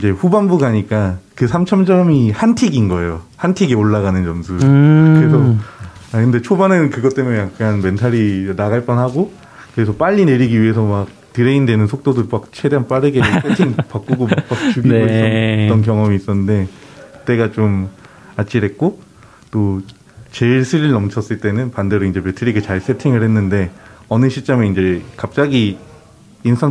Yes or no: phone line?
no